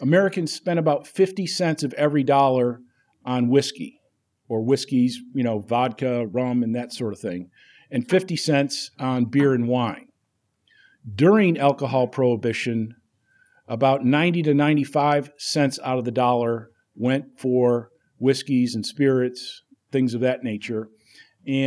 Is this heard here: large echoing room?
yes